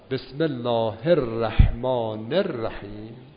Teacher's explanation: حالا شما هم باید این هر ببینید بسم الله هر که را مشدد بشه، و باید نر نون، ببینید نون رحمان باید بچسبه به را، بسم الله الرحمن الرحیم.